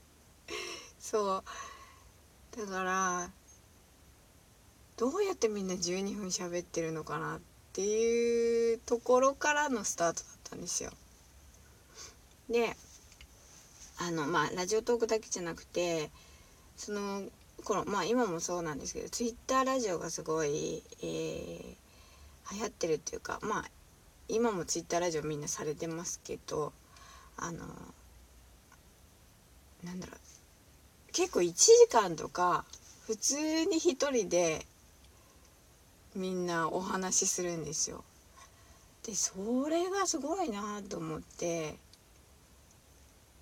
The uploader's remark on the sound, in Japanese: 車の中スタジオからお送りしている